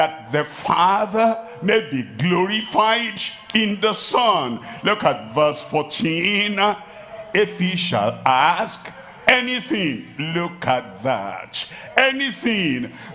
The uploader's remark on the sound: live at Ogbomosho, Nigeria